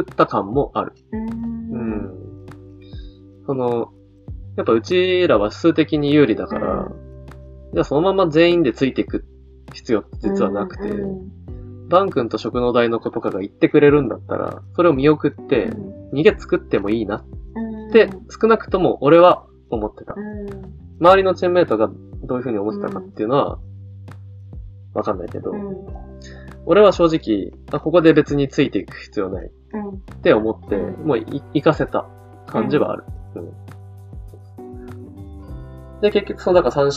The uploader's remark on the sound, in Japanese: お酒を飲みながらのトークであることをお許しください。少しノイズが入ってしまっています。